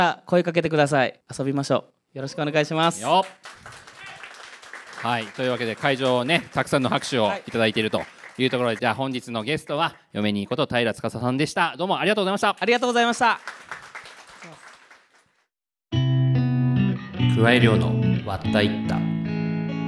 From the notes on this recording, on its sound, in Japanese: 公開収録として行われた爆笑トークの模様をお送りします。